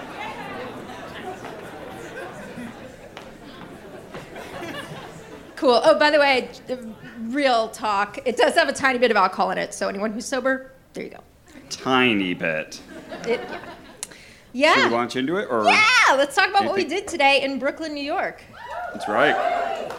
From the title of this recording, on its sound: Brooklyn Live Show Edition